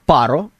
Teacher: Называется она «Паро». Именно правильно я поставил ударение на первый слог